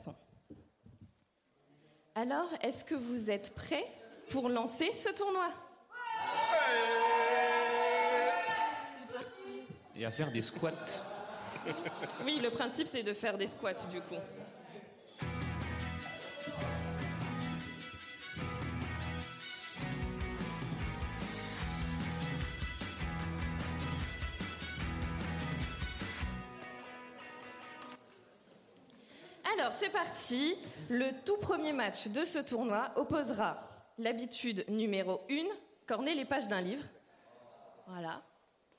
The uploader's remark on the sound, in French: Voici l'épisode spécial, enregistré en live et avec du public à Rennes, pendant le festival PodRennes.